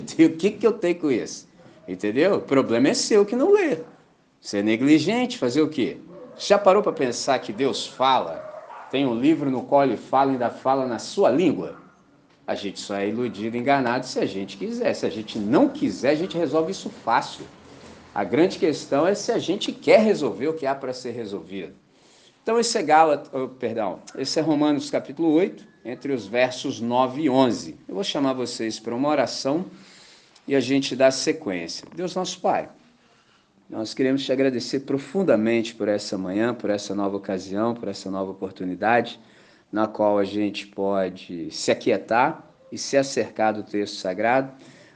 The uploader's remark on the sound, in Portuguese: Gravado na manhã de Domingo, 10 de Dezembro com a Missão Batista em Candelaria, Volta Redonda, RJ.